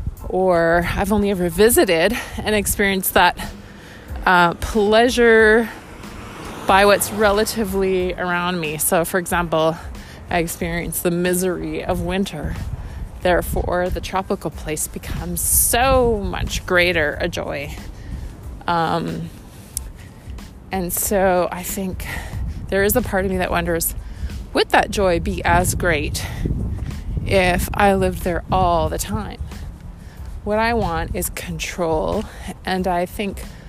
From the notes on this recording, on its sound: Random ramblings while walking in miserable, windy, winter, dreaming of living in tropical paradise. Windy, winter walk.